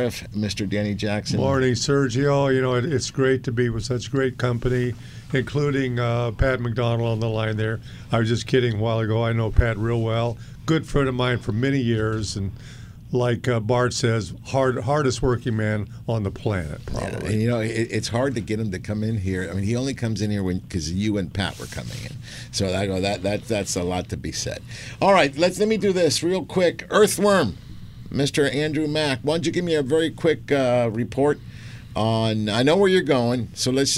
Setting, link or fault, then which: setting, busy venue